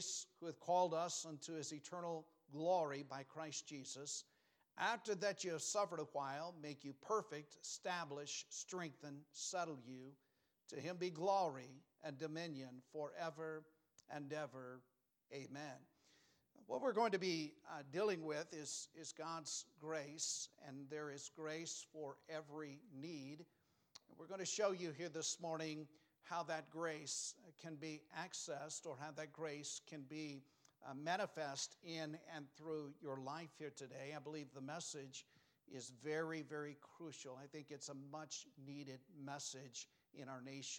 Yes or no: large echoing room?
yes